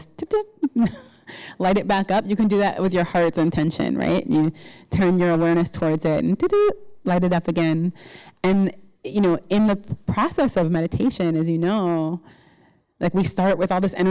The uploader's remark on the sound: The Rubin Museum of Art presents a weekly meditation session. This podcast is recorded in front of a live audience.